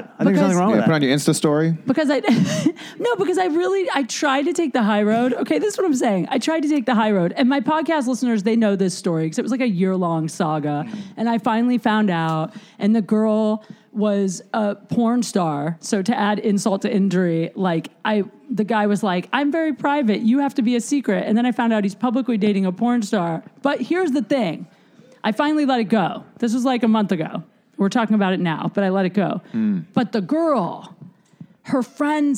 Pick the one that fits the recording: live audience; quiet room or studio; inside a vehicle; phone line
live audience